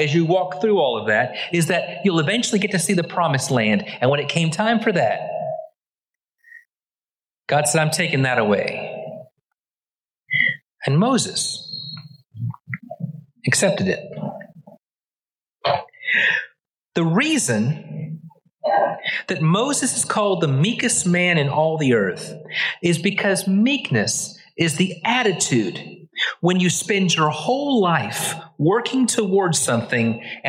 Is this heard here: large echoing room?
yes